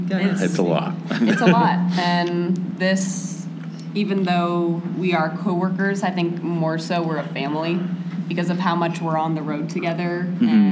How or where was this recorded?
live audience